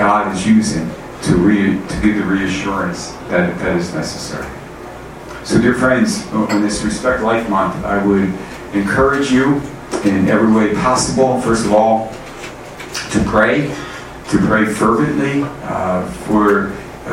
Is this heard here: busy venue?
yes